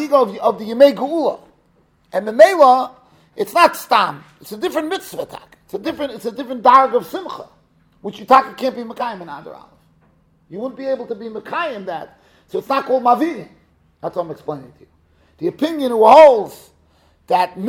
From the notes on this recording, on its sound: Shiur recorded in Yeshivas Ohr Reuven, Monsey, NY.